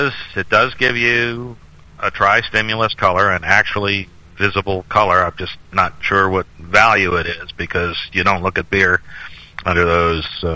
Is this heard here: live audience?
no